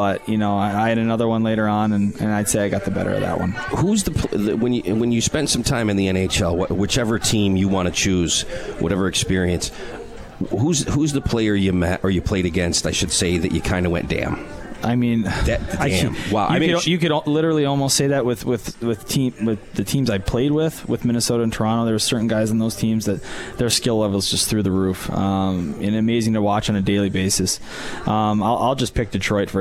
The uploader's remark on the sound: Live from Swifty's